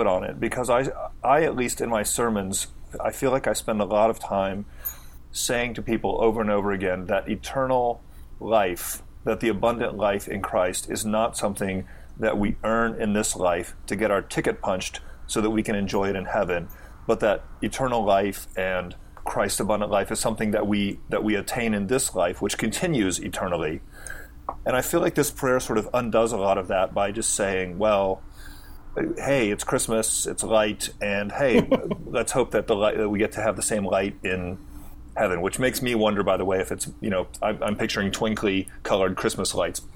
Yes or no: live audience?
no